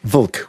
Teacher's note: L is a perfectly good vowel in Czech